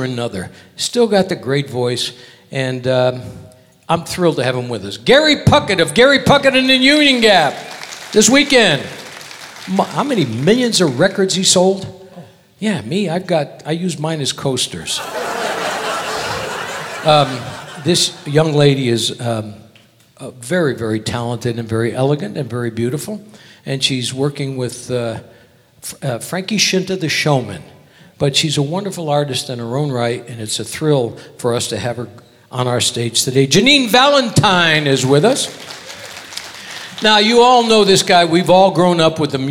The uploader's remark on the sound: Live at the SouthPoint Casino